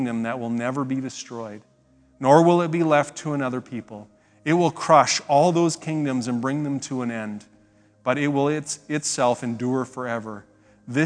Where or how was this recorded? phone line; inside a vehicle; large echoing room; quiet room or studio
large echoing room